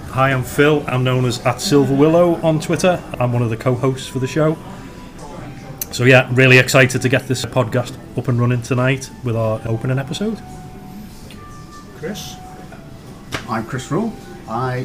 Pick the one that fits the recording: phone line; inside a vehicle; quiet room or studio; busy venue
busy venue